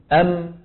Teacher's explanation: تصادم بين الشفة العليا والسفلى